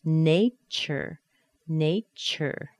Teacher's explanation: That T plus a Y-U sound connects to be a C-H.